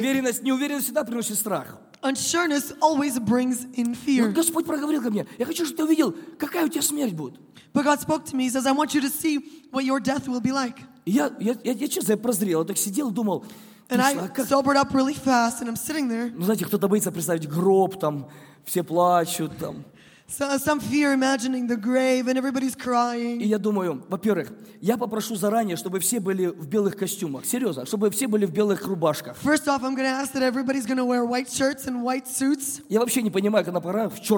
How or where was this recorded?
live audience